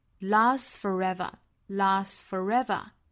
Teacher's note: 我们注意 last 后面的这个 t 的发音我们把它省掉